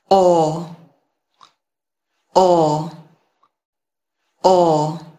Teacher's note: Môi chúng ta sẽ hơi chu hờ về phía trước và nó hơi tròn tròn một chút thôi. · Term: âm O